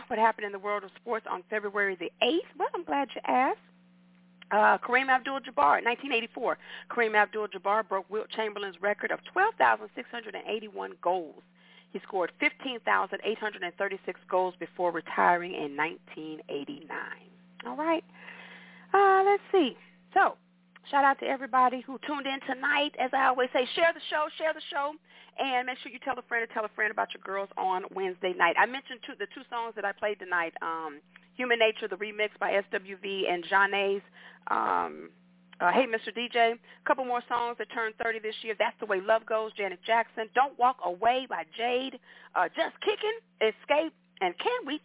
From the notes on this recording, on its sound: your phone calls, comments, questions